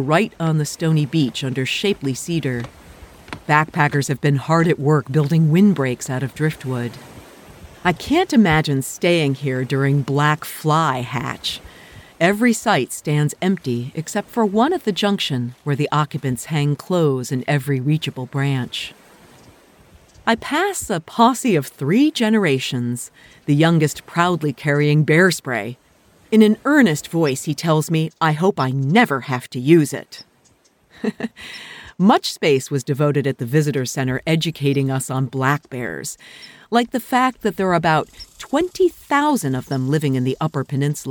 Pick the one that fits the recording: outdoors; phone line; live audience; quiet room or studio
outdoors